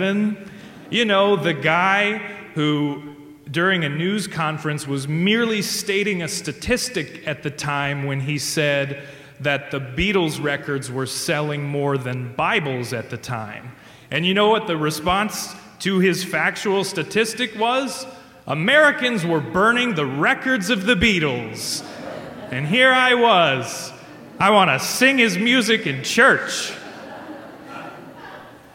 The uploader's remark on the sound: The Adult Education Committee has planned its own variation on the popular live storytelling medium, the Moth Radio Hour. This live storytelling at First Pres, featuring real stories shared, in person, by fellow church members.